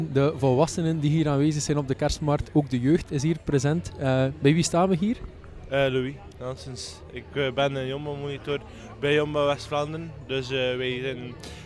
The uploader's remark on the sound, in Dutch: Voor deze aflevering trokken we met een deel van het panel live naar de kerstmarkt van Roeselare.